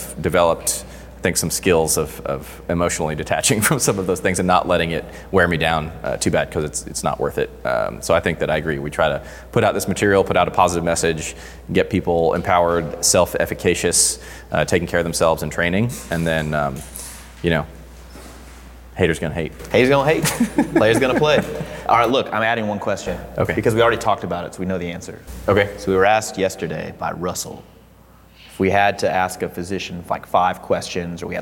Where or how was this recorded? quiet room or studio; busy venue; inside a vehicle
busy venue